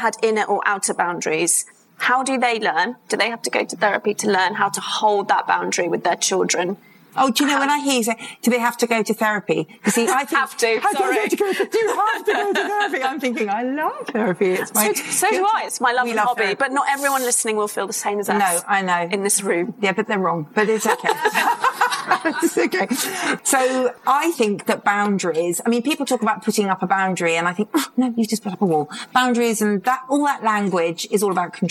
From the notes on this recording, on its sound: Live episode at ICAAD. This episode was recorded live at ICAAD Conference in London.